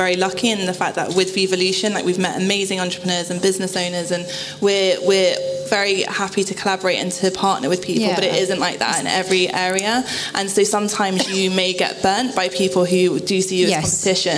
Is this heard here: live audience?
yes